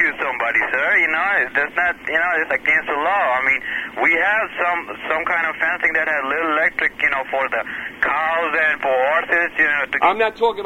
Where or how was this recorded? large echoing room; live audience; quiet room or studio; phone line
phone line